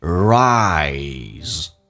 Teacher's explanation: 这个发音先发啊，再发诶，滑动过去